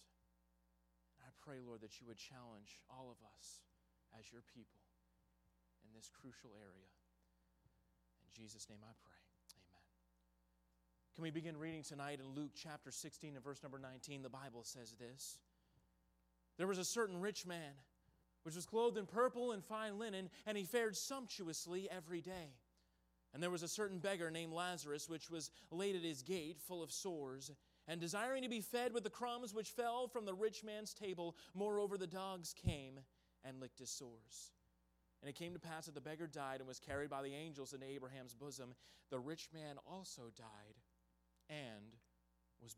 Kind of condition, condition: setting, large echoing room